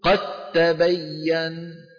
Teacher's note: أدغمنا الدال في التاء فصار النطق بتاء مشددة · Term: إدغام كامل